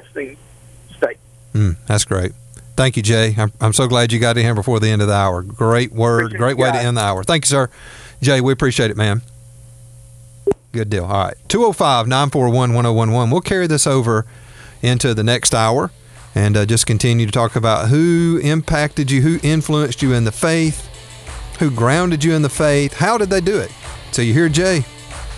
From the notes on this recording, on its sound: taking listener phone calls